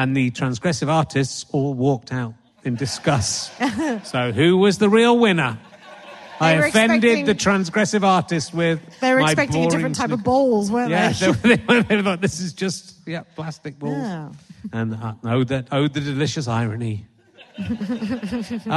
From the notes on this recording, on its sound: A rare live Book Club coming to you from Tunbridge Wells